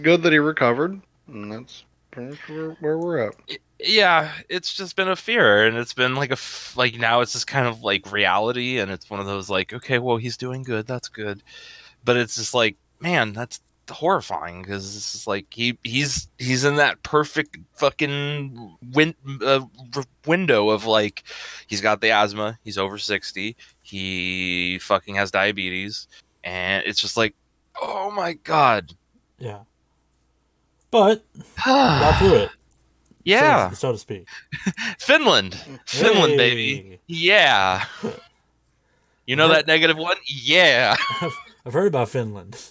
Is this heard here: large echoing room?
no